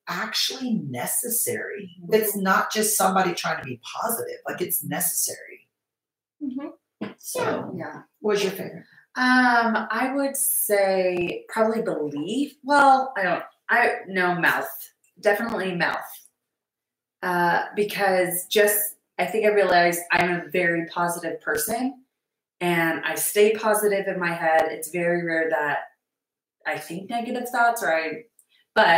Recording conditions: poor sound quality